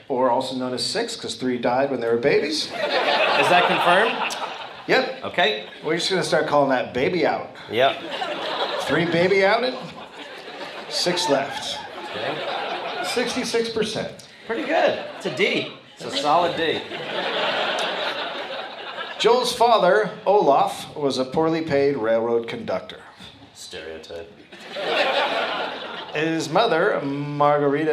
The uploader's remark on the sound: Recorded live at Wiseguys in Salt Lake City.